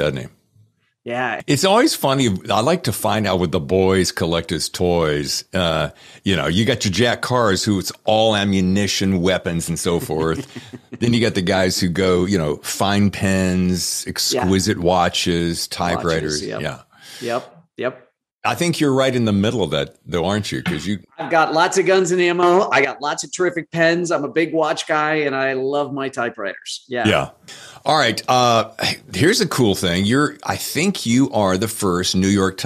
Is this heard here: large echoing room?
no